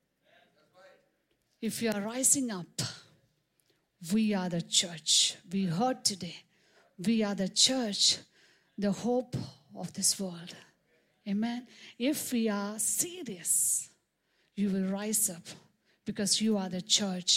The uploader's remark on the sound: preached on 26 March 2023 at Revelation Church.